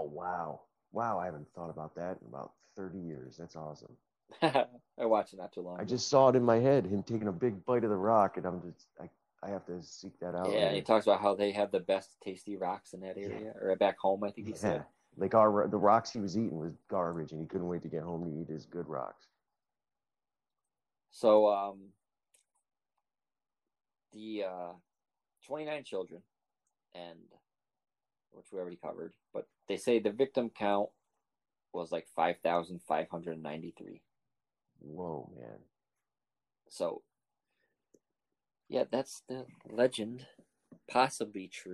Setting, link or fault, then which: link, video call